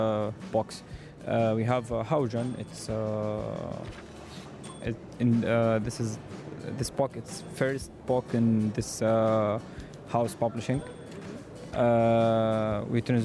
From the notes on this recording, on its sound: Live from SIBF 2023.